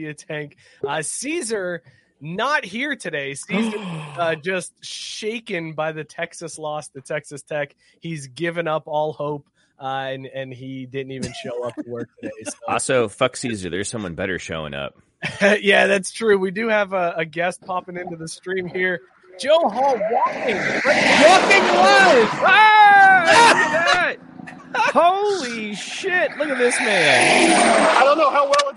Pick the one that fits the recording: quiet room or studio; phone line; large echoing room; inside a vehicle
inside a vehicle